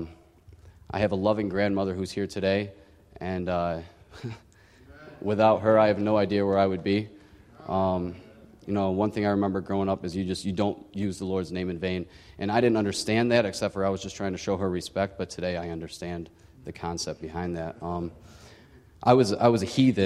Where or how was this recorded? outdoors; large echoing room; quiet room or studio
large echoing room